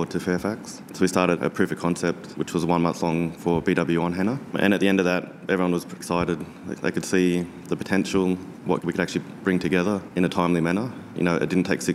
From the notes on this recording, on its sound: Recorded at SAP TechEd 2016 in Las Vegas.